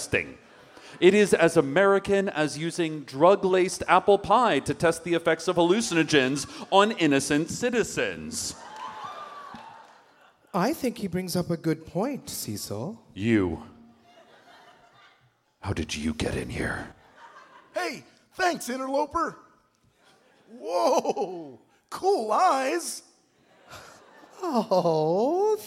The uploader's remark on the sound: This episode was recorded live at The Town Hall in NYC on June 4, 2014.